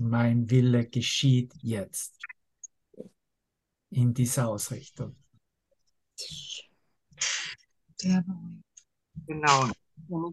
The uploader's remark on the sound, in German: Zoom-Session. Veranstaltet von der Aleph Akademie.